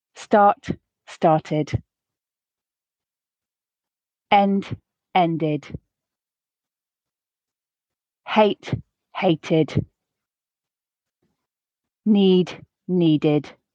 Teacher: The letter E most commonly comes out as an I sound, but may also be closer to a schwa.